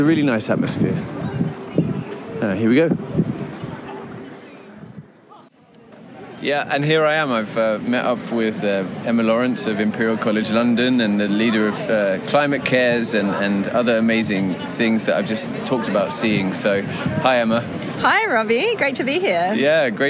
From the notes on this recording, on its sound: An audio diary from the COP28 climate conference. Sights, sounds and scenes from the largest climate gathering on the planet.